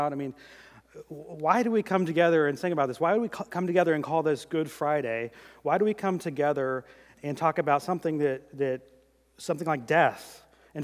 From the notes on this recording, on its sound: during the 2018 Good Friday service